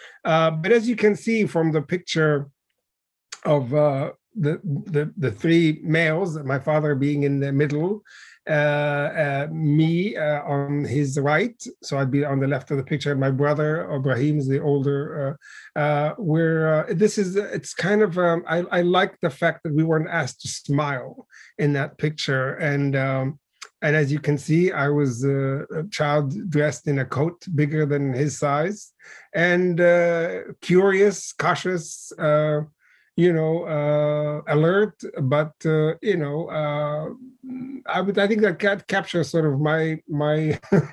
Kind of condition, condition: link, video call